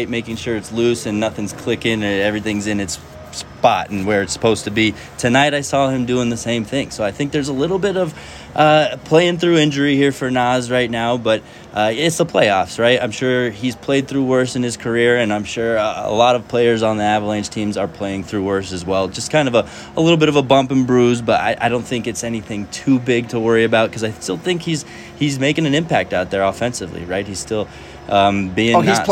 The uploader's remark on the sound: live at Ball Arena